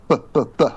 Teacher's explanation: dis 'n bilabiale klank, jy vorm die P met albei lippe